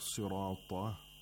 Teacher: we have sirata, the sad and the ra and the ta, they're all pronounced with tafkhim